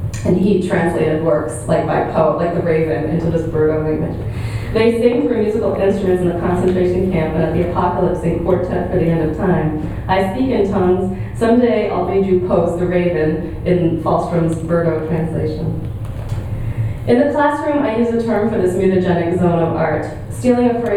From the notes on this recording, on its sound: at the Worlds Literature Festival Salon: Monday 19th June 2011